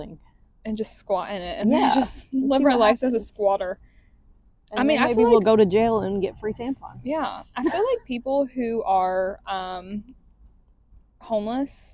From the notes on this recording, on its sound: Sorry not sorry for the sound on this one. We have a problem with keeping our hands off the mics.